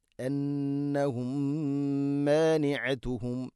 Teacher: സാക്കിന മീമിന് ശേഷം മീമ്, ഇദ്ഗാം മുതമാസിൽ, ഇവിടെയും മീമിനെ മണിച്ചുകൊണ്ട് ഉച്ചരിക്കണം